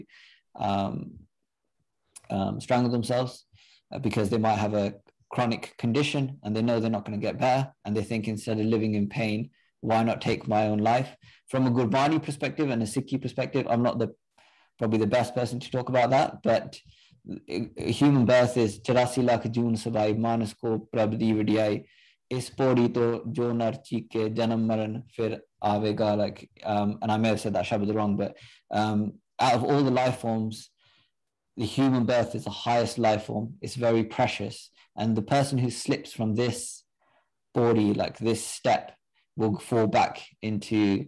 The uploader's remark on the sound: a recording from a zoom call with Westminster University UK Sikh Society